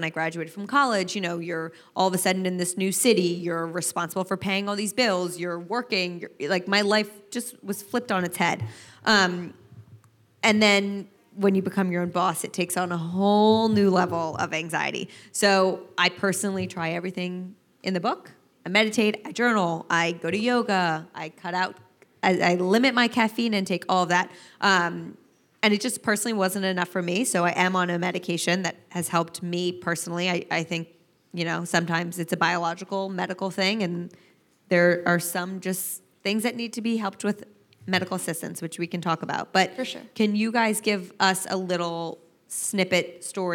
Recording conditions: live audience